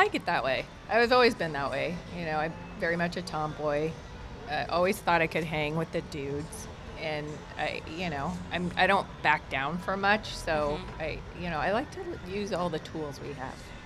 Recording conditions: busy venue